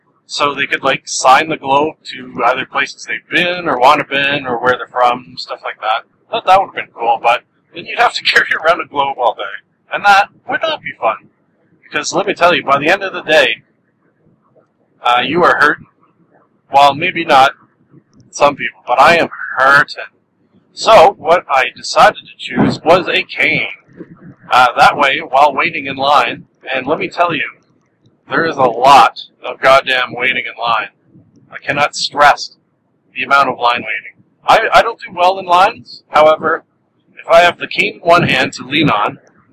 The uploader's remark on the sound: Toronto ComicCon 2013. Much apologies for the audio quality on this one! Not up to my usual standards.